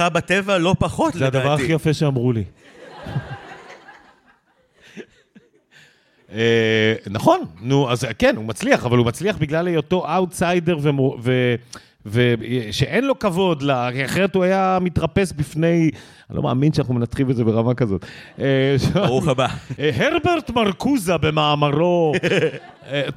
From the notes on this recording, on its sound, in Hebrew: התכנסו במרכז הקהילתי פלורנטין 60 איש טובי-לבב לכבוד הקלטת הלייבקאסט החגיגי שלנו